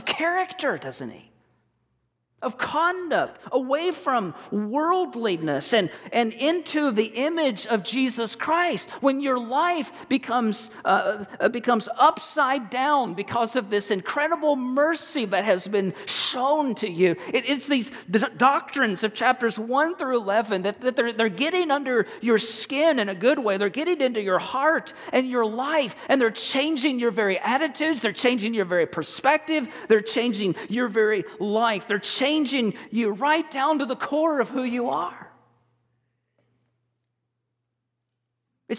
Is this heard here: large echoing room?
yes